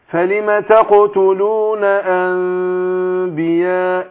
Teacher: بنطق الميم مع انفراج يسيرة في الشفتين، وطبعا مع الغنة مصاحبة ليها الغنة · Term: ميم بغنى مع الإخفاء